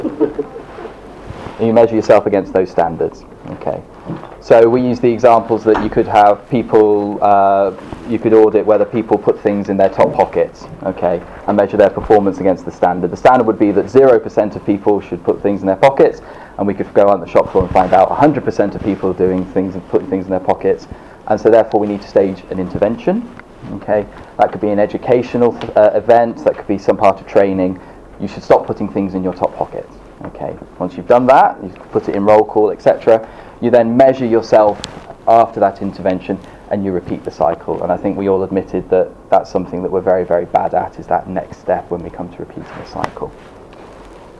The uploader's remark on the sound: This episode is a live recording of the second session of #UnblindingResearch held in NUH DREEAM 21st March 2018.